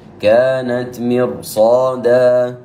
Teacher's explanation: طيب، ميم مكسورة وراء ساكنة تأخذ حكم ما قبلها، فالأصل أنها ترقق، لكن جاء بعد الراء حرف من حروف الاستعلاء فكان له أثر على الراء ففخمها حتى لا يثقل ذلك على اللسان. · Term: التفخيم